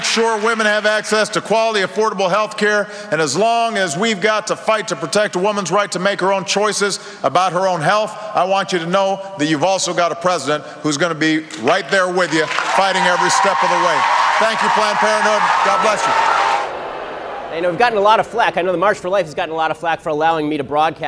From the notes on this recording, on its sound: We broadcast live from the March for Life